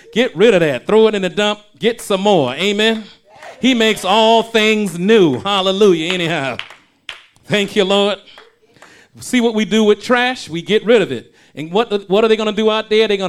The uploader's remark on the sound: shared this message live at RACC